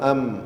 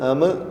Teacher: മീമ് വരുമ്പോൾ അതിൻ്റെ ഉച്ചാരണം സുക്കൂനിൽ വരുമ്പോൾ അം, അപ്പോൾ ചുണ്ട് ചേർന്ന് തന്നെയാണ് അവിടെ നിലനിൽക്കുന്നത്, അപ്പോൾ അതിനെ കൽക്കലത്തില്ല എന്ന് മനസ്സിലായി. അം, അത് അമ് എന്ന് പറയുമ്പോൾ ചുണ്ടുകൾ അകന്നു എന്നിട്ടാണ് ശബ്ദം ചലിക്കുന്നത് · Shown in: second take